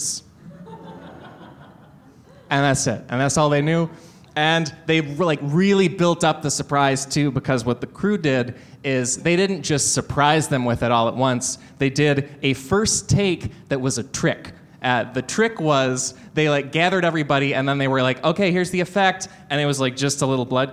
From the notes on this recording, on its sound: LIVE at UCB Sunset